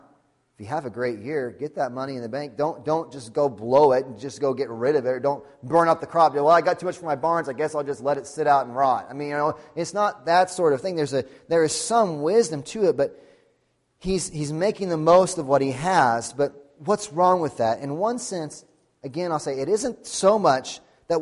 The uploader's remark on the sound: Sunday Morning Sermon Audio